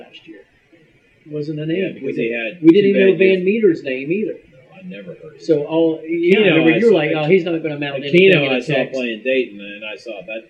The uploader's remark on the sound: Please forgive the audio quality. We had some technical issues, but we wanted to post this show anyway.